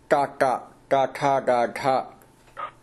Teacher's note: मूर्धन्यवर्गः यतोहि तत्र स्पर्शः भवति मूर्धा नाम सर्वोपरि भागः पृष्ठभागः उपरि